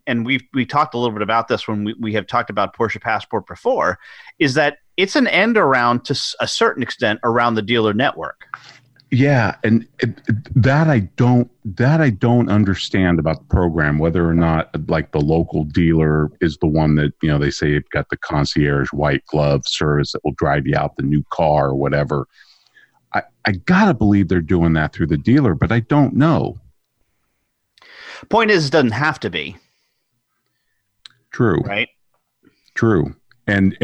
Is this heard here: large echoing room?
no